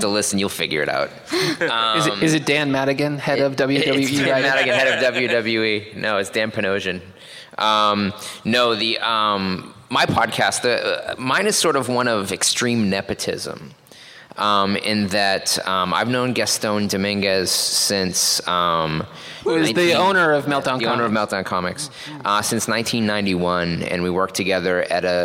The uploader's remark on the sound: Recorded LIVE at Los Angeles Comic Con 2016!